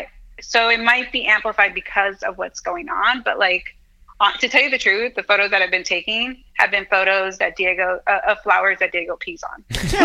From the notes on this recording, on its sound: we make calls from our Upper West Side apartment